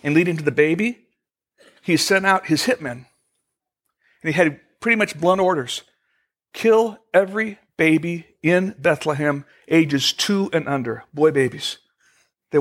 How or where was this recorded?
large echoing room